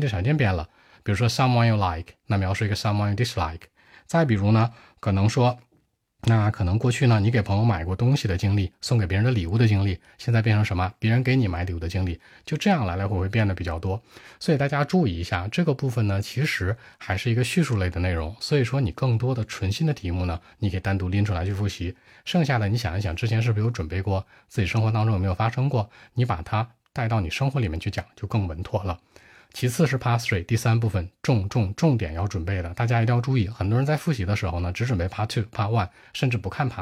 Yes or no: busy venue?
no